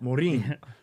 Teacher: they actually pronounce it with a rolled R